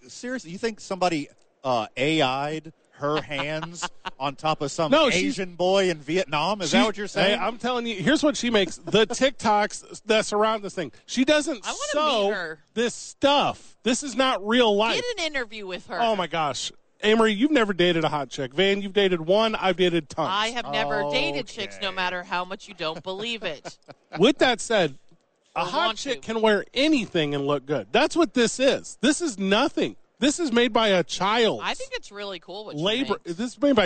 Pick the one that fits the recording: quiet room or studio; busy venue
busy venue